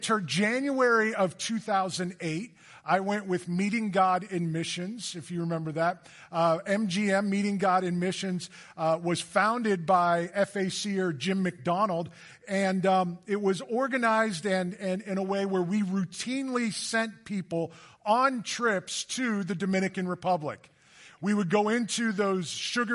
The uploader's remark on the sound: Recorded live on Sunday, August 21, 2023